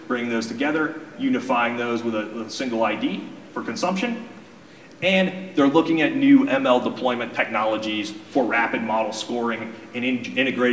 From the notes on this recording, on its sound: This recording is from Fintech Nexus USA held at the Javits Center in New York City on May 10-11, 2023.